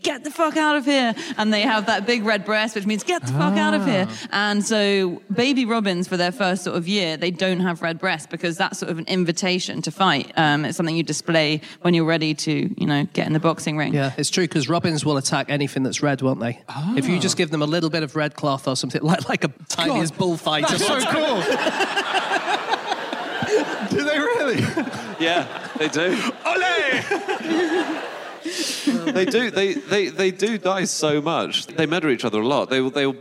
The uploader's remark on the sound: Live from Nottingham